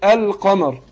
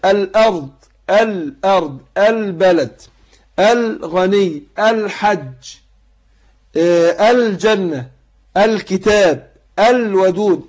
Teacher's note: بنظهر اللام في كلمة القمر · Term: بالقمرية